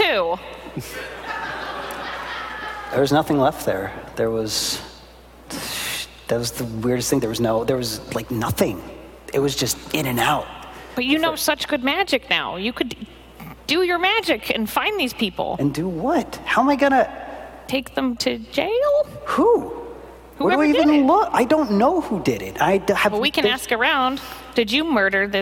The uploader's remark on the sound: live from PAX Unplugged 2018